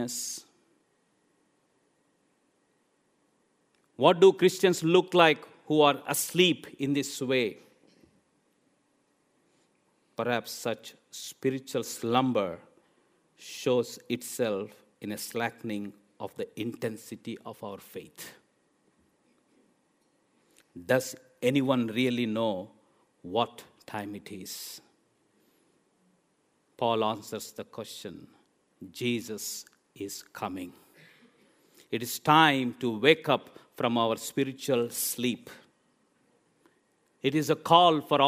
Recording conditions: large echoing room